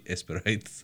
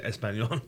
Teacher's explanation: You had to add an E in front of the S all the time. Like Sprite would be Esperite.